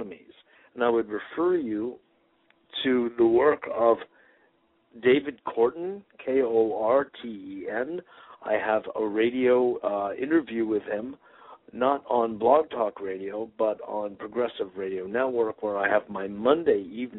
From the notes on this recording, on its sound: Today is a chance for listeners to call